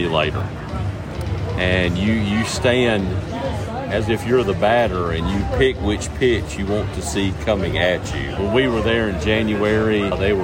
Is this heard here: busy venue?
yes